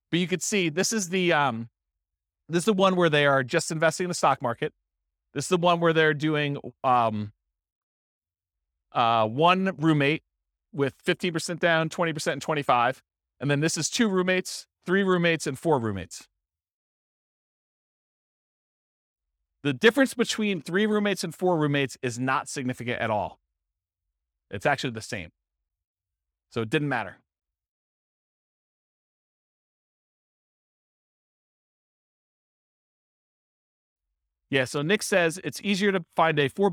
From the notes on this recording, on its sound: This was a live class recorded